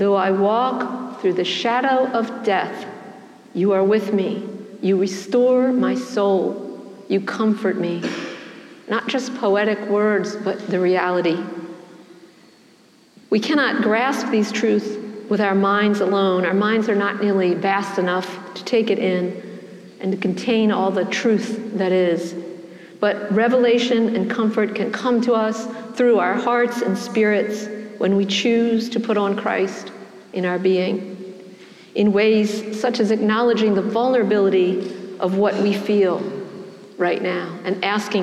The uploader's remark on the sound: Preached at the celebration of the Holy Eucharist on the Twentieth Sunday after Pentecost.